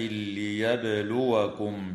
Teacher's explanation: وتقلقل الباء وصلا ووقفا في كلمة ليبلوكم